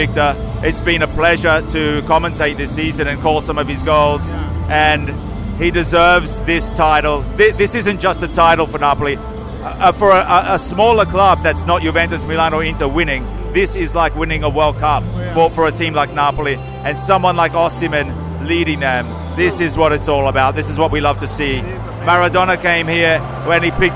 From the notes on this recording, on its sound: Stadio Maradona Interviews with Nigerian and Argentinian journalists in the Tribuna Stampa. Stadium ambience.